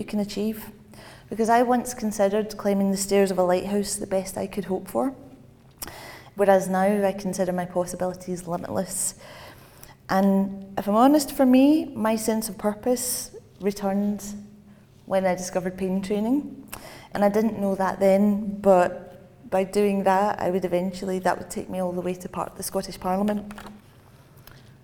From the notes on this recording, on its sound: This special extended edition of Airing Pain comes to you live from the conference, letting you sit in on the discussion.